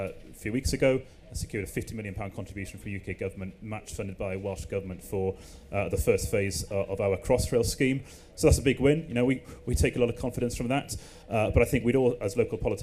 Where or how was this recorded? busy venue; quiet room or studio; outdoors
busy venue